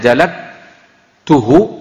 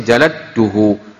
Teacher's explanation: Karena makhraj ta dengan dal itu hampir dekat, sangat dekat sekali. Dal dengan ta di ujung lidah kedua-duanya, ya. Nah, sehingga ketika mereka bertemu, salah satu dari duanya sukun, ya, maka bunyinya tidak jauh berbeda.